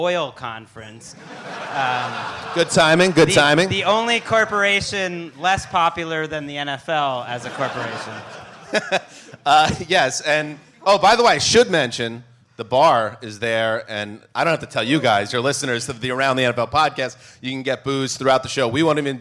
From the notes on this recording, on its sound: From the Curtain Club in London. Hang out with lucky fans at the Curtain Club in London. In front of an energetic crowd.